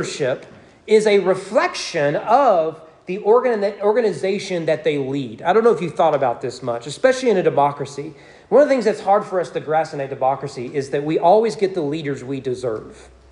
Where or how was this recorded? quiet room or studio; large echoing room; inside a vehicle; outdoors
large echoing room